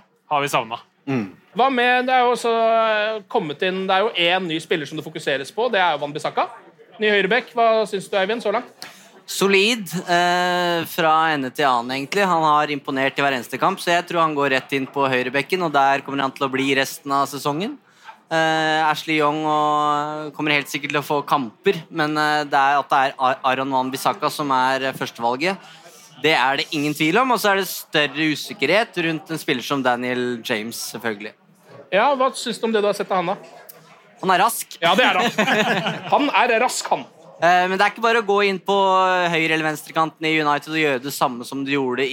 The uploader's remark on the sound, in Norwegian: satte vi oss ned foran publikum på puben Scotsman i Oslo